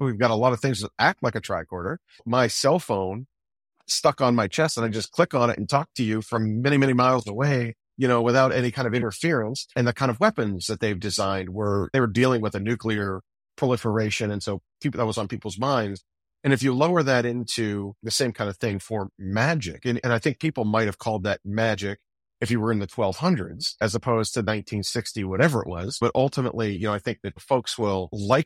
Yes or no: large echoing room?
no